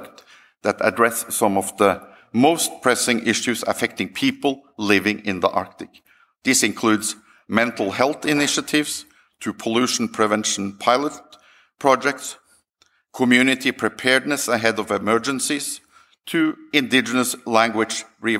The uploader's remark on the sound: This event originally took place at the 2023 Arctic Circle Assembly. The speech is followed by a Q&A with the audience.